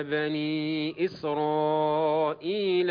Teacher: كلمة بني إسرائيل تقرأ بالتوسط فتمد هنا أربع حركات، تمد هنا أربع حركات.